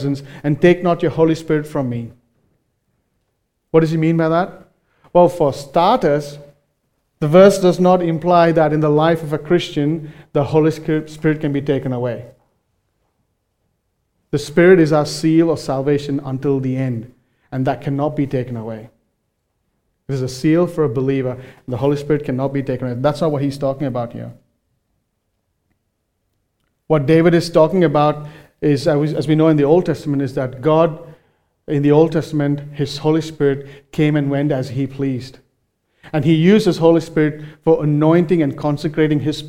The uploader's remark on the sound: recorded live at Grace Community Bible Church